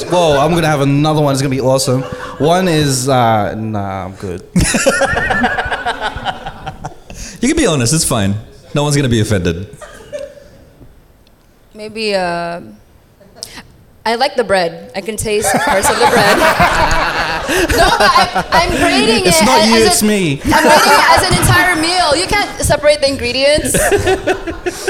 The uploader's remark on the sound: Live at 4E Sydney Hip Hop Conference. Live at Leo Kelly Blacktown Arts Centre.